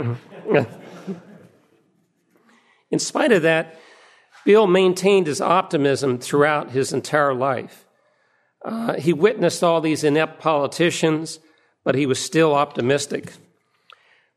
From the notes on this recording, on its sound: Presented at the Austrian Economics Research Conference on 21 March 2013 at the Ludwig von Mises Institute in Auburn, Alabama.